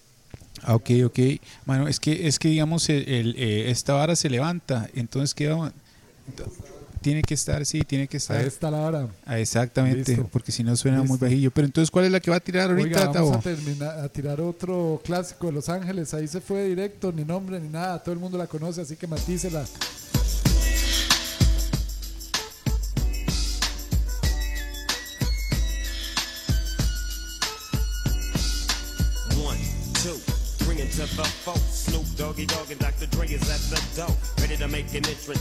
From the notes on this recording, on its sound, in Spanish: Programa que saliera EN VIVO el pasado Jueves 22 de noviembre, desde la cantina BUCHON. Casa mistica prosopopeica en el corazon de San Jose.